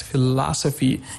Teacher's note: On the second syllable, you have this stress.